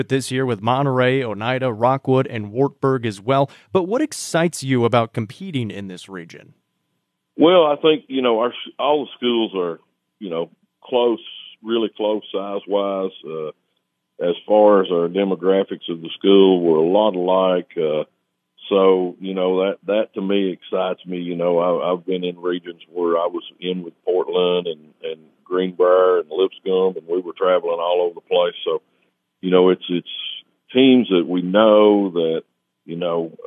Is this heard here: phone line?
yes